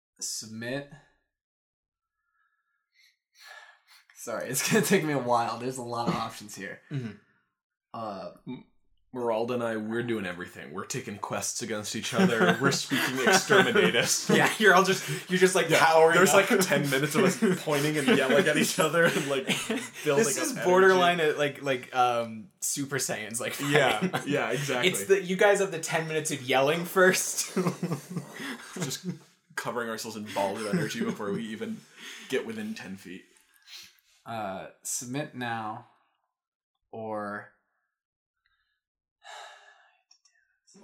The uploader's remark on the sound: This is an episode of a series from our previous project, the Level 1 Podcast, re-released here on the Diceology feed. Please note that the audio quality is a little lower.